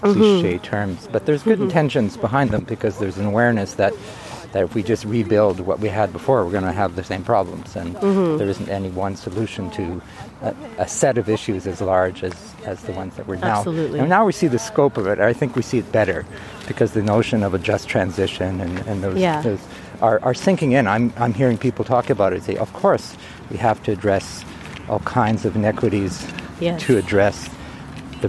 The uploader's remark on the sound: This episode was recorded at Trout Lake Park in Vancouver on April 2, 2021. Kindly accepted to go on a ‘soundwalk’ with me.